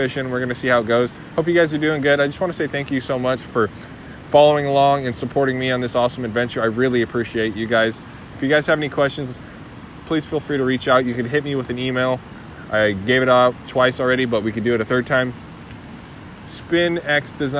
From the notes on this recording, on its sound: I was also on the river recording this, as you may be able to hear in the background.